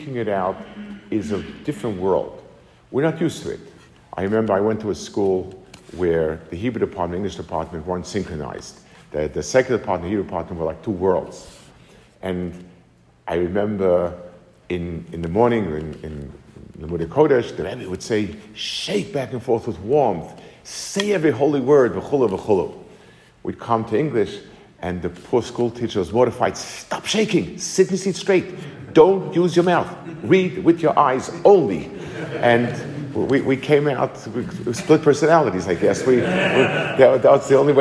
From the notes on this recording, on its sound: Delivered to the Kollel in Atlanta, GA